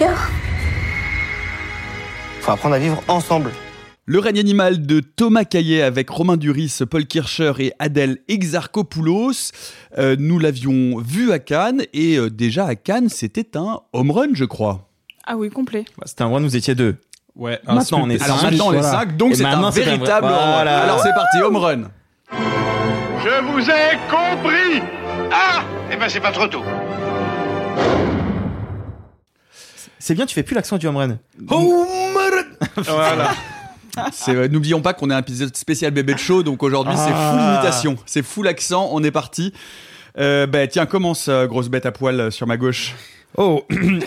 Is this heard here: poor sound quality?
no